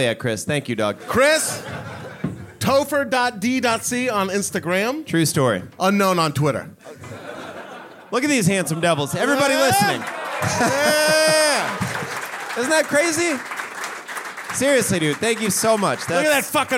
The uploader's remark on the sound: This episode was recorded live at The 10,000 Laughs Comedy Festival in Minneapolis, Minnesota.